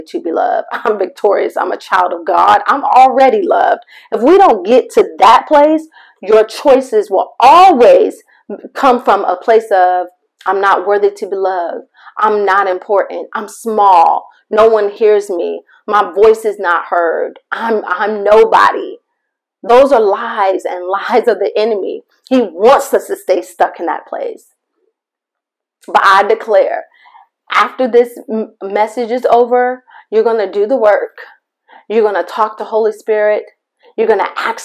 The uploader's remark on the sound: MY APOLOGIES FOR THE MIC QUALITY!